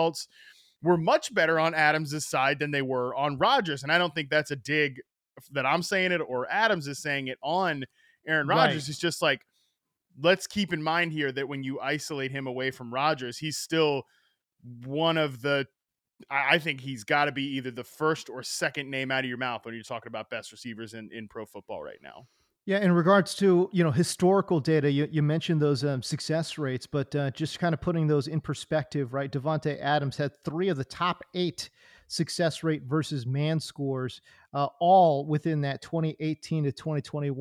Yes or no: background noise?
no